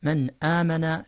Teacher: إظهار النون قبل الهمزة، قبل همزة آمن